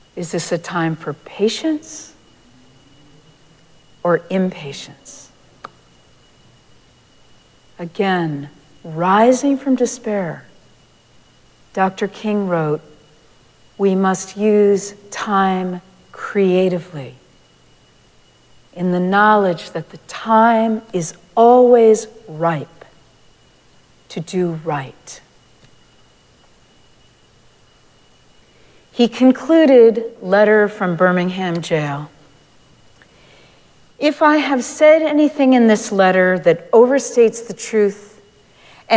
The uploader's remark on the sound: Recorded live at Arlington Street Church, Sunday, January 14, 2023.